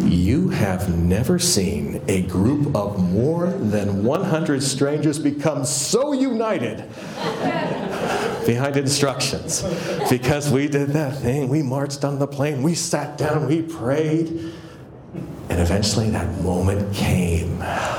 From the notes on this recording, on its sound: excerpt from one of my keynote presentations